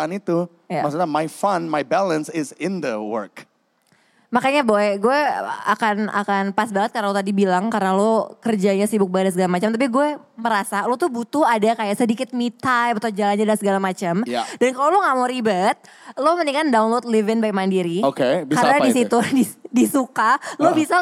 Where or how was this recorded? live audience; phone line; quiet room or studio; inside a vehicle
live audience